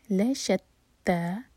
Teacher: لشتا تا پر فتحہ ساتھ میں الف، تا دو حرکہ لمبا، تینوں لیٹرز لائٹ